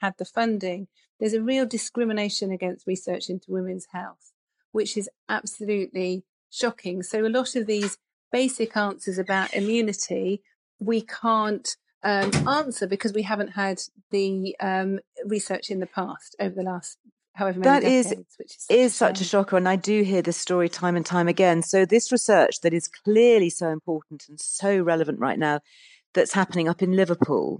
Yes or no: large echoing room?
no